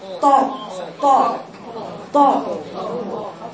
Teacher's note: الطاء يا بناتي حرف الطاء مستعلى.